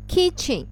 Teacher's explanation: kitchen 啊，重音符号在前面，而且这个 I 呢它发的是短元音 it 啊